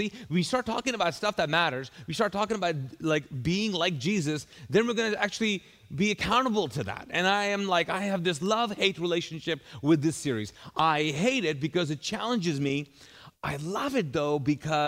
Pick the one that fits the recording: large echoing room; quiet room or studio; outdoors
large echoing room